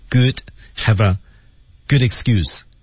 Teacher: 有一个连读 have a 啊，good excuse 啊，good excuse 有个小的失去爆破